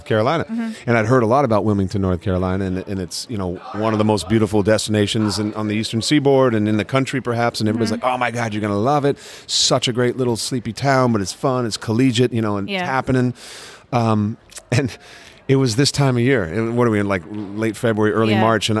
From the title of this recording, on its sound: LIVE FROM TRIC